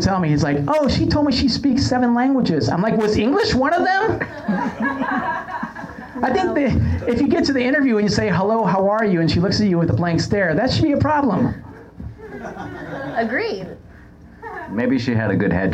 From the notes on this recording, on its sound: Broadcast live from the 1st Annual Los Angeles Scripted Comedy Festival at The IO West in Hollywood